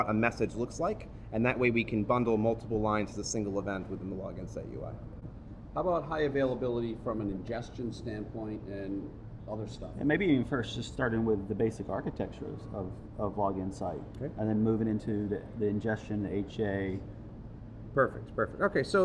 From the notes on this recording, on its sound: Recorded on 12 October 2015 at VMworld Europe